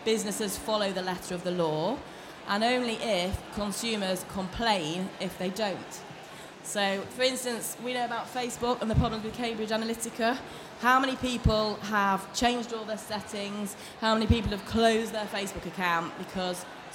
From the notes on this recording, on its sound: Expo East 2018 discussion panel